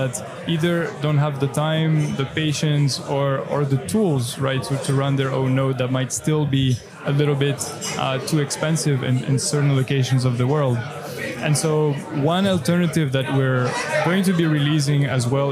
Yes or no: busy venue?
yes